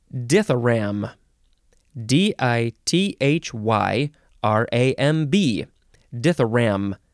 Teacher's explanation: you can sort of say the B at the end